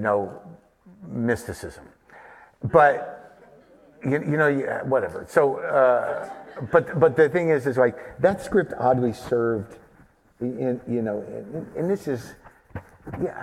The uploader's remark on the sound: this very special live taping